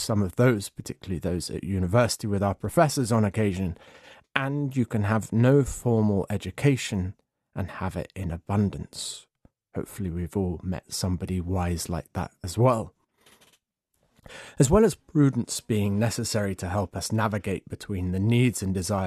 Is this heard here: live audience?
no